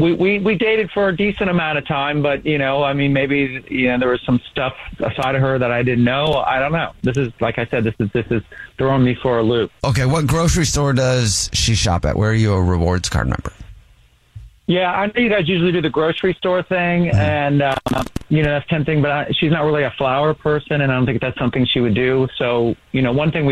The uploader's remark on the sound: We have a listener who is on the phone.